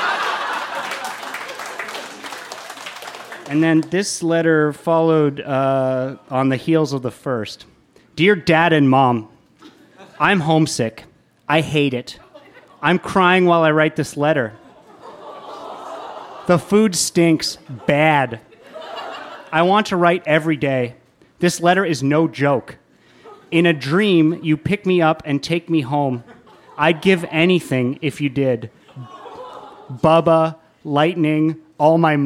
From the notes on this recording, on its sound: Recorded live at The Company House in Halifax, NS.